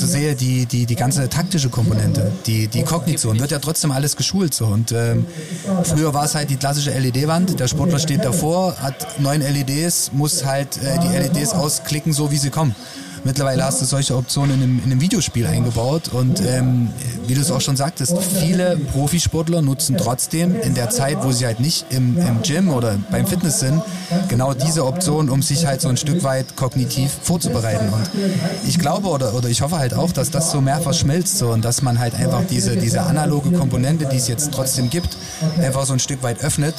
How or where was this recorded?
busy venue